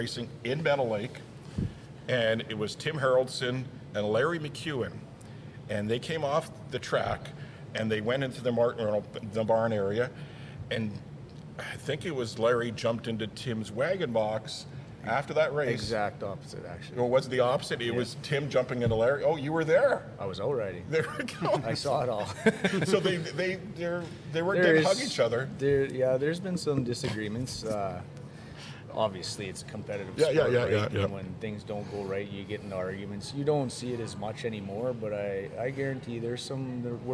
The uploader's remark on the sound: CPCA Finals live at Lloyd Ex